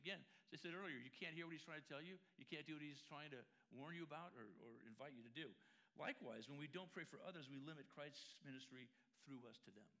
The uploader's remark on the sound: La Jolla Community Church held two services on Sunday. The following is a recording from the 10:45 am service.